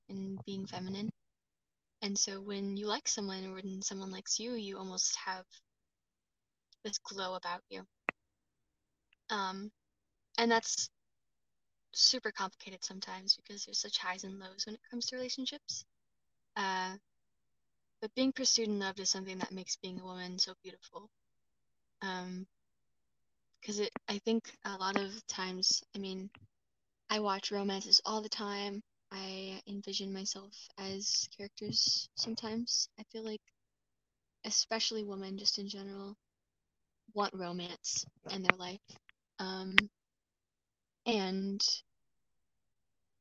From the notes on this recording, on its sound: I desperately need a new mic